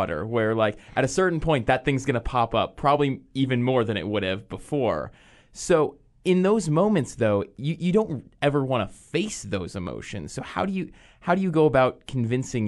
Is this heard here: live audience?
no